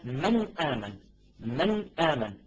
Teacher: أقرع النون قرعا بلسانه